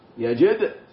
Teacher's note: الدال من حروف القلقلة تحتاج إلى شيء من الاضطراب، سكون فحركة